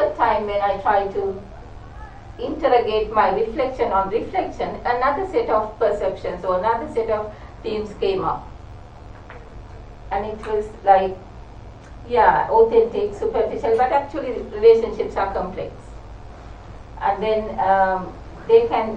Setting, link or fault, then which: setting, large echoing room